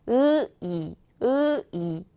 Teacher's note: 으, 할때 뒤에 있다가 이 하면 앞으로 오잖아요 · Term: 전설모음